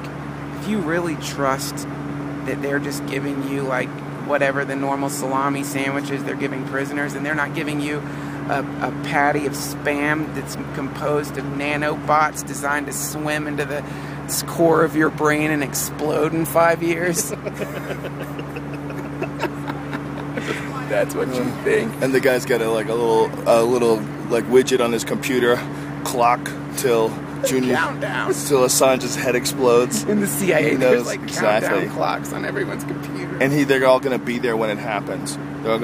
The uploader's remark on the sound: A special edition of the podcast recorded live from an airplane.